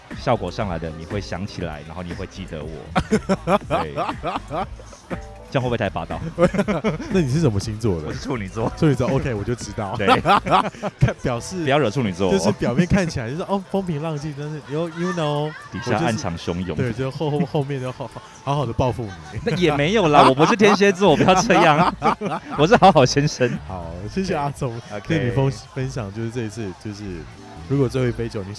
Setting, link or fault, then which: setting, busy venue